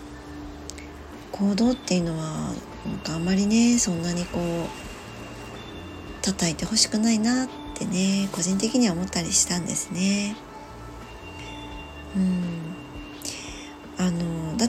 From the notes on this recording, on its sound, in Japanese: 外の音が様々入ってしまっています お聞き苦しい所がありましたらすみません